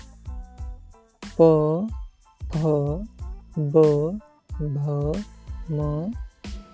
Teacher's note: p and b, these are the unaspirated consonant, and pH and bh, these are the aspirated consonant. And m is nasal consonant.